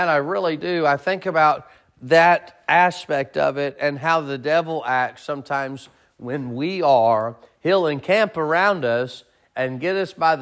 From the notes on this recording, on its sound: Sermon preached at Mid County Baptist Church